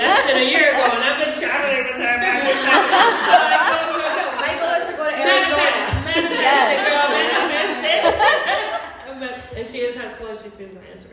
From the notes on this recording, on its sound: NYC Event Panel Discussion. On this episode you will listen to the entire panel discussion at our Mujerón Movement NYC Event we had last week.